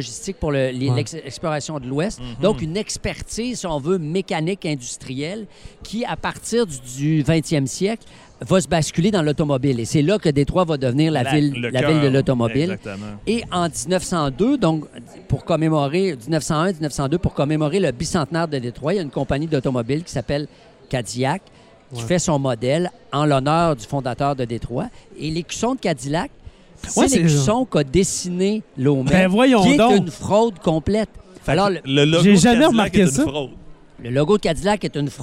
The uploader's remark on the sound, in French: En direct du Salon du livre de l'Abitibi-Témiscamingue